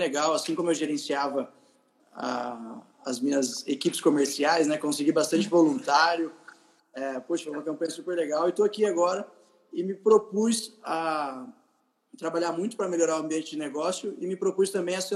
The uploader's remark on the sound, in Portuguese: Live no Instagram